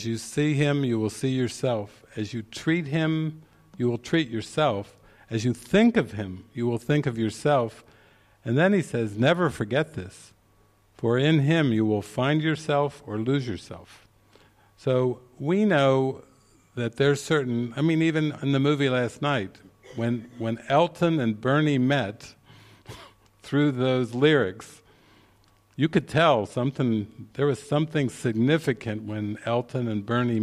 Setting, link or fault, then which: setting, live audience